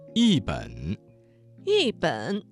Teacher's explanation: 这个词当中的一字在3声之前变成了4声 · Term: 语流音变